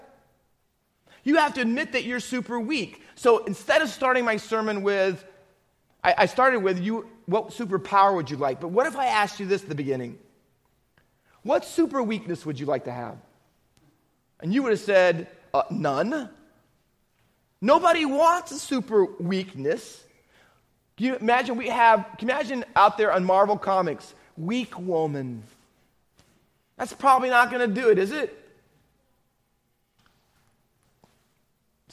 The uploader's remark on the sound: Faith Baptist Church in Hamilton, NJ.